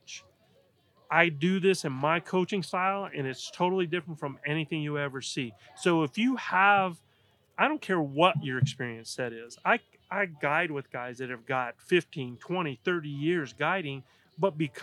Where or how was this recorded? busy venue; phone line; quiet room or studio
busy venue